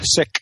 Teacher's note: many other speakers say words such as sick with an ejective stop at the end, at least when it comes utterance finally.